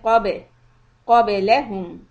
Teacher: Ba is qalqala. It's going to be soft because letter qaf was heavy, so we say qabe.